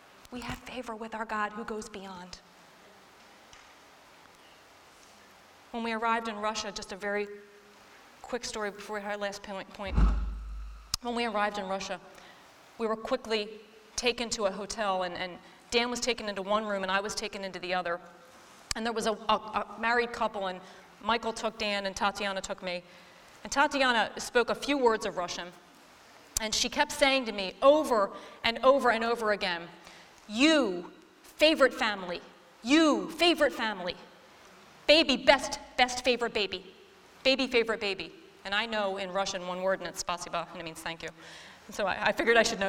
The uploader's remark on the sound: this week’s episode taken from our Hope Beyond women’s conference